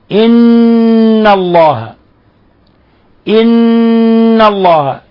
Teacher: نون مشددة تغن مقدار حركتين، حكم التجويدي حرف غنة مشدد، إن الله، إن الله، إذا